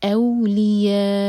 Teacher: इसको ओ नहीं कहना, यह है औ औलिया. यह चार हर का लंबा, इसके बाद हमज़ा है और ये हमज़ा इसी वर्ड के अंदर है, तो ये भी मद मुत्तसिल है. · Term: मदलिन